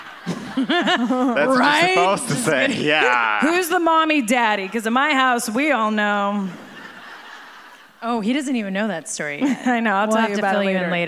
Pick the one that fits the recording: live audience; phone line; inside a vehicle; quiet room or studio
live audience